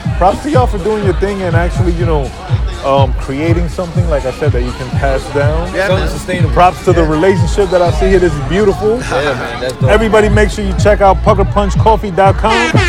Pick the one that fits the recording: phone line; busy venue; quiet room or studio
busy venue